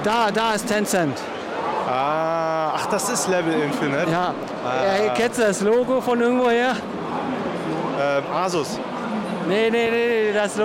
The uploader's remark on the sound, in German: Gamescom wieder in Real Life und allgemeine Eindrücke über die Messe. In der heutigen Special Podcastfolge sind wir "Live" auf der Gamescom in Köln.